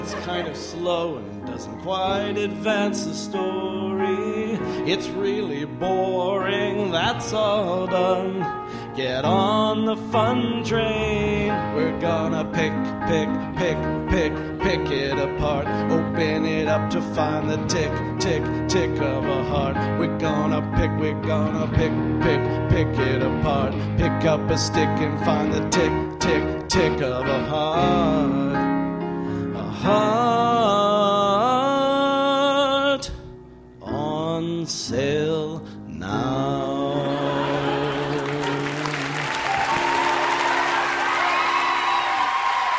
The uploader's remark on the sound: A live episode of the radio program, including stories told on stage